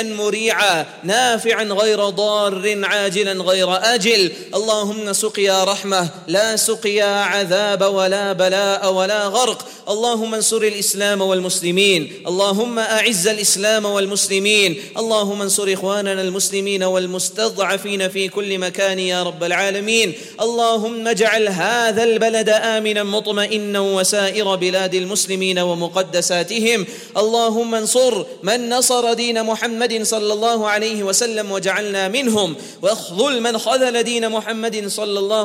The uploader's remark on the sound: Jummah Programme at the Houghton Masjid (West Street)